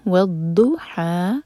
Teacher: تو ضاد کا مخرج سائڈ سے ہے. والضحى، حا حلق سے اور دو حرکہ لمبا